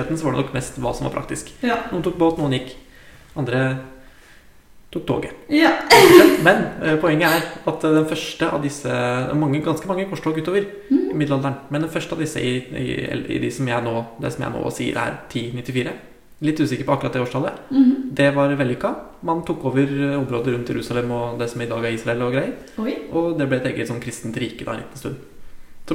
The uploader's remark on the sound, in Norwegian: I denne episoden med heidundranes lydkvalitet. Ekkokammer av en stue.